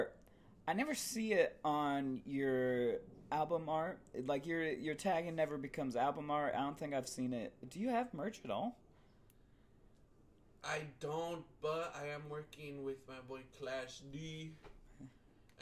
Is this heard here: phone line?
no